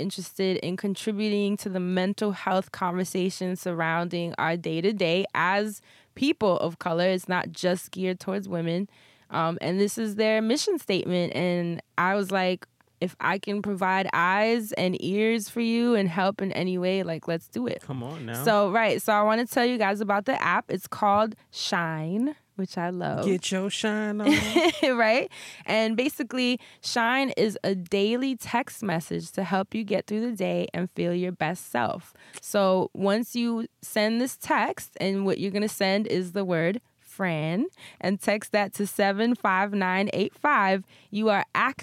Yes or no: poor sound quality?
no